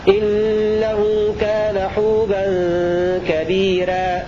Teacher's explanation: إلا ورش فإن له ترقيق الراء